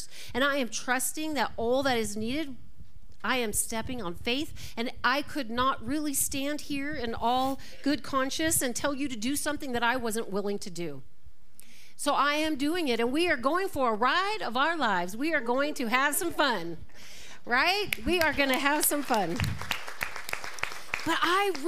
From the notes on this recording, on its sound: This talk was recorded live at the Center for Spiritual Living Prescott on September 3, 2023.